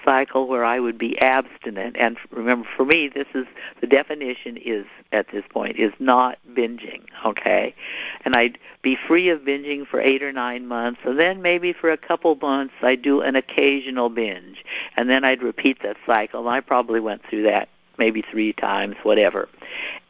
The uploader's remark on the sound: Sunday 7pm phone meeting. Sunday 7pm Anorexia & Bulimia phone meeting.